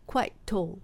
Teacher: quite tall で t,同じ音なのでこの場合もリンキングリダクションっていうのかな